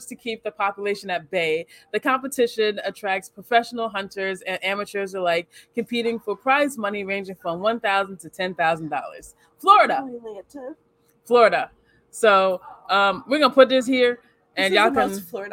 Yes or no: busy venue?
yes